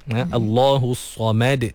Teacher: Allah kita dah sentuh tadi. Kemudian As-Samad sama juga ada qalqalah pada huruf dal dan mim dipastikan nipis.